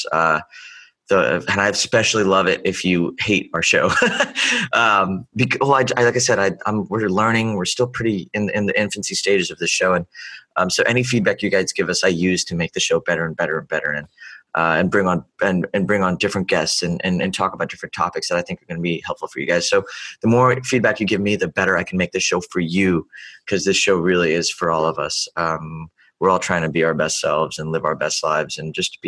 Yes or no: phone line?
no